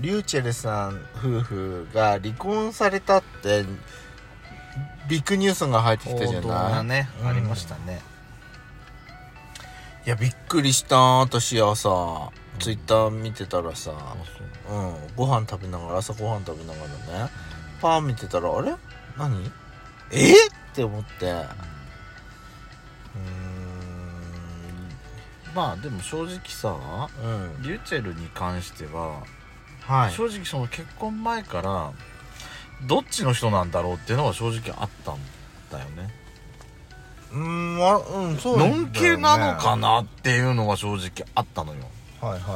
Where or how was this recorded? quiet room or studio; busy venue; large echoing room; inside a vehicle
inside a vehicle